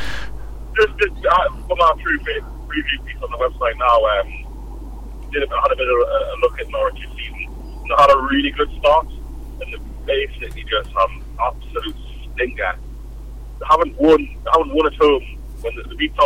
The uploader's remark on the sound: Limited Quality live show from the Car Journey down to Norwich.